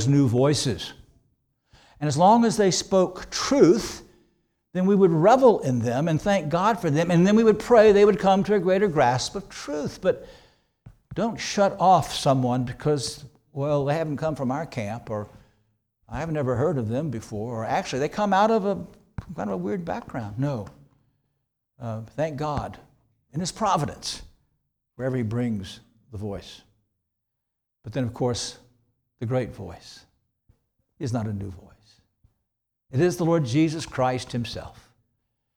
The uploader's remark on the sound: This sermon was preached on January 28, 2024 at Antioch Presbyterian Church, a mission work of Calvary Presbytery of the Presbyterian Church in America located in Woodruff, South Carolina.